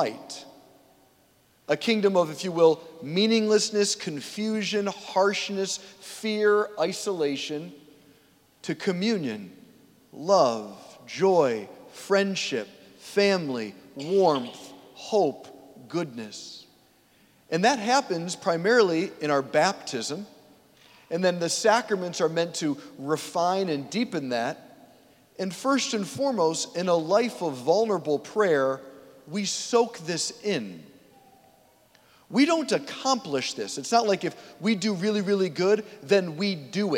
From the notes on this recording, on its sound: preached this homily on September 17, 2023 at St Basil the Great Catholic Church in Brecksville, OH.